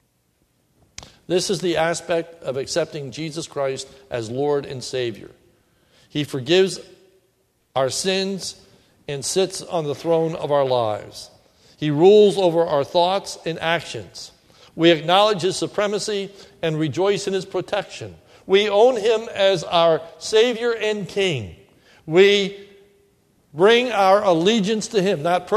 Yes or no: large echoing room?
yes